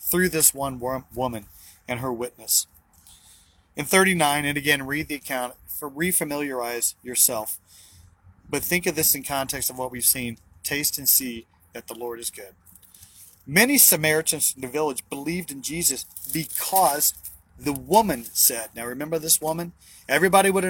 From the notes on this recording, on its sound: BROWN BAG IN THE VAN!